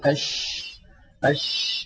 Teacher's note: فهي بالنسبة للصفات التي لا ضد لها تتصف بأنها مهموسة، يعني يجري معها النفس